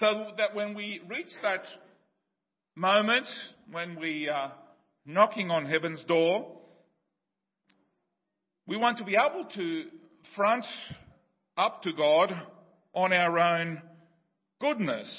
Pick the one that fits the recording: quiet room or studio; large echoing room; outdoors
large echoing room